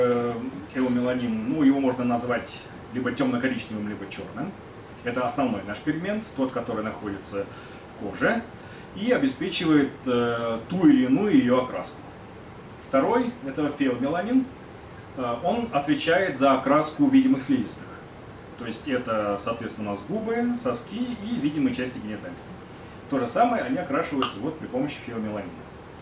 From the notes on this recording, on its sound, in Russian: Книжный клуб-магазин "Гиперион" — научно-популярная лекция